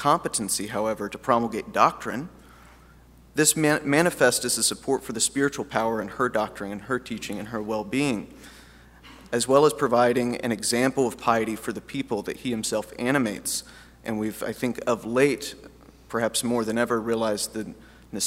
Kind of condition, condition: setting, live audience